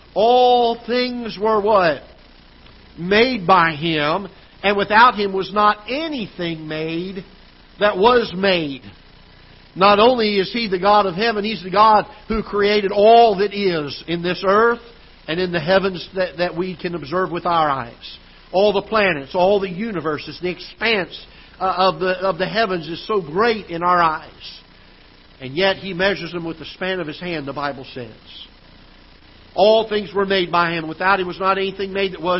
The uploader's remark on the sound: Ketha Heights Baptist Church ~ Live Broadcast